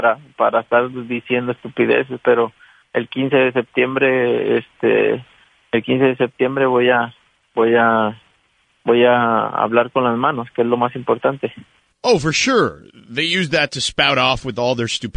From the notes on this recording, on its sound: Called in to talk.